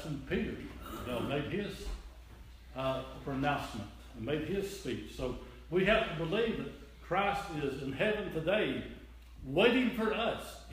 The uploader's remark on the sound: This is an audio recording of the Sunday service at Persia United Methodist church in Rogersville, TN